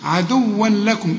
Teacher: اللام هنا من حروف الإدغام، هنا ما غنش · Term: إدغام كامل بدون غنة